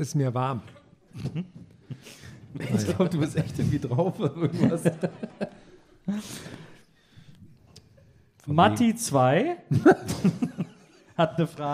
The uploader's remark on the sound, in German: Aufgenommen LIVE in Dresden am 30.09.2021